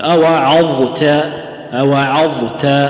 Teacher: تخرج الظاء المجاورة للتاء من غير إجحاف في الظاء قل أوعظت أوعظت لا تضغمها في التاء وتقول أوعظت أوعظت ترزي